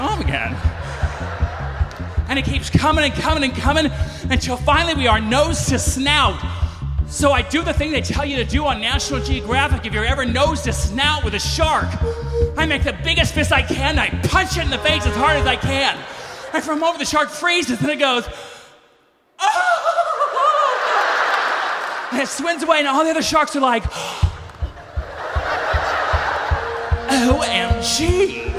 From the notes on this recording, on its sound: lights up Snap LIVE in LA